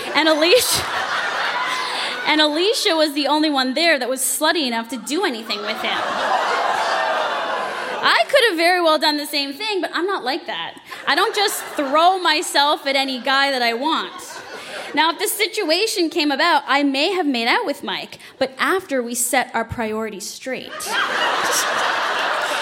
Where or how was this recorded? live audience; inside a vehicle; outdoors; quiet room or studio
live audience